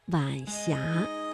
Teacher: 晚霞是晚和阳平字相连，声调呢读二一调，读晚霞